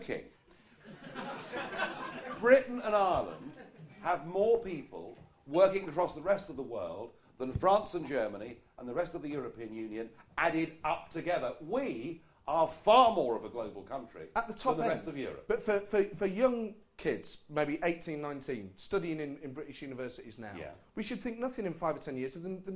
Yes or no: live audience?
yes